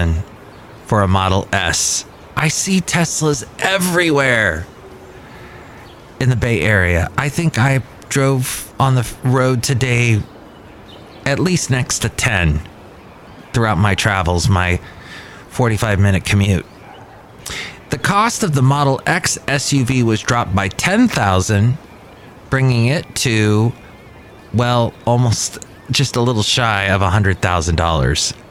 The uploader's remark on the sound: podcasts live from Cafe Anyway